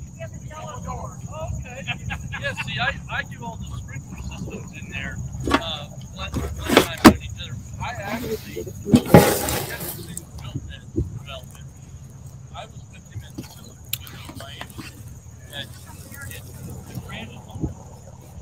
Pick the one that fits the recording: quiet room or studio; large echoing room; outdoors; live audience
outdoors